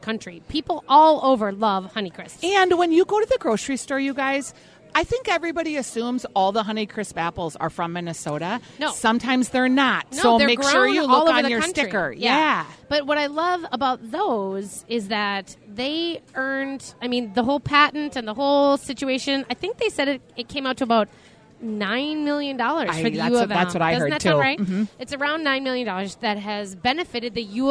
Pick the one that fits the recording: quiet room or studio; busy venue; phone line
busy venue